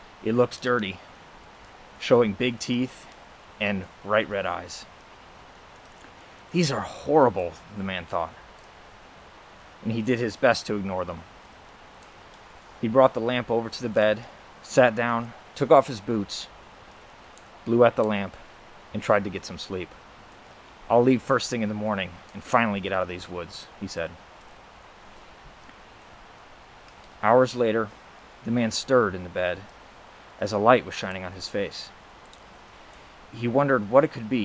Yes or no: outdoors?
yes